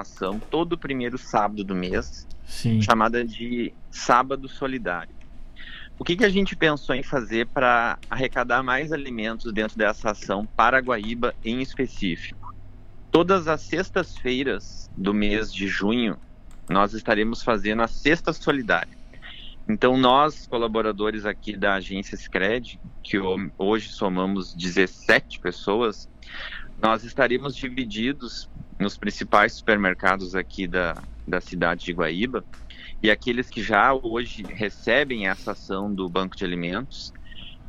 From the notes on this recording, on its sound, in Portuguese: conversou por telefone